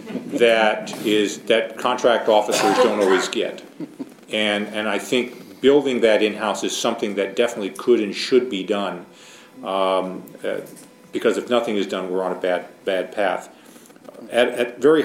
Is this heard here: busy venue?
yes